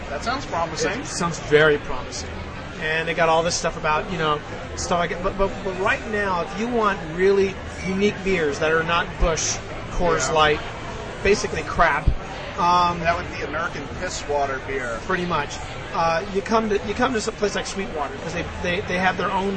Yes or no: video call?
no